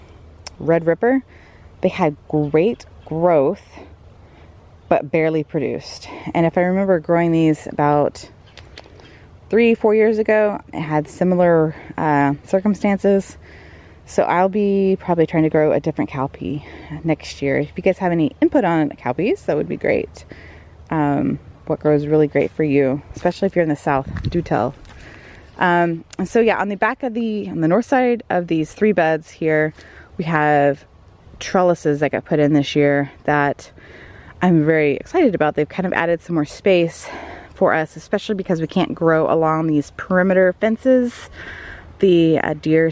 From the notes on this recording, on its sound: This is the first in a series of solo episodes for late fall/early winter. I recorded an audio tour of the the edible garden! There’s a chorus of crows to add some ambiance throughout the show!